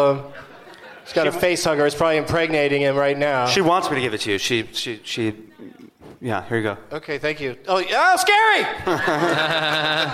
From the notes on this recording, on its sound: Live from the Gramercy Theatre in New York City